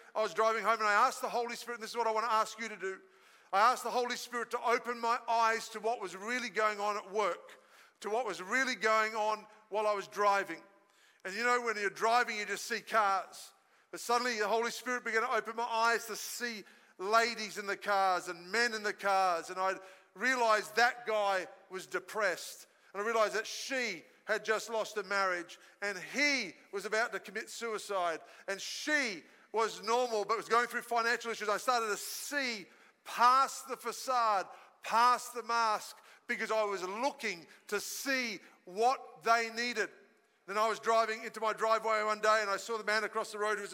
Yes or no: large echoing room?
yes